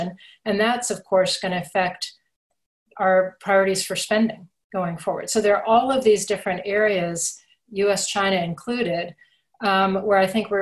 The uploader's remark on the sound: a virtual keynote discussion during the 2020 Future Strategy Forum